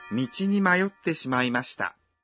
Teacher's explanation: Khi nói mayotte thì các bạn ngắt một nhịp sau mayo.